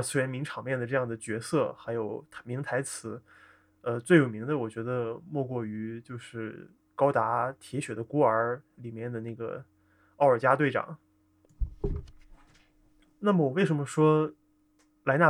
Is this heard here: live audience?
no